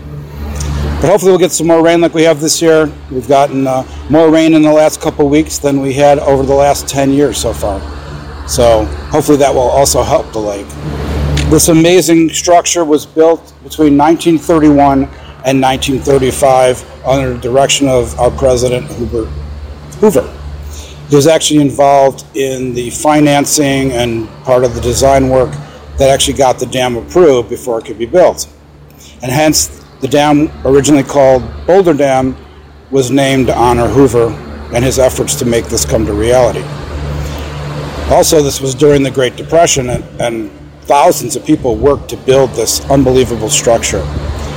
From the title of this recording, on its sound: Live at Hoover Dam!